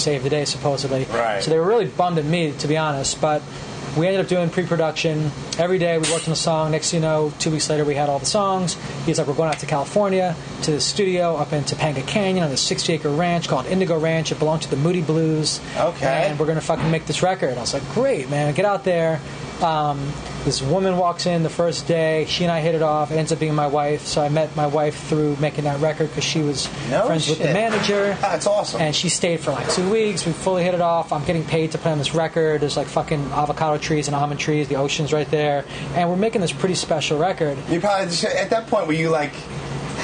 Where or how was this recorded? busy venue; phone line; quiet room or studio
busy venue